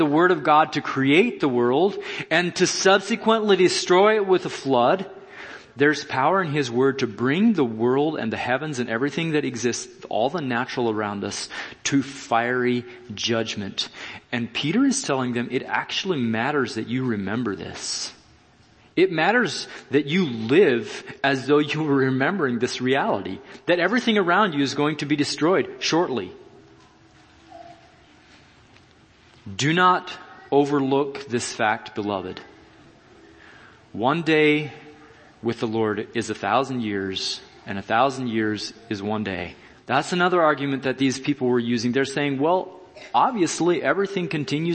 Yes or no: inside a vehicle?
no